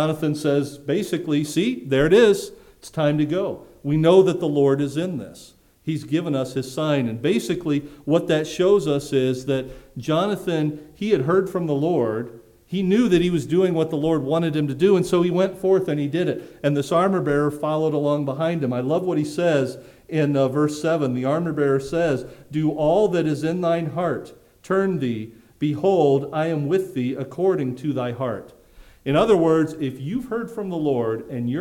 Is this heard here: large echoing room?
yes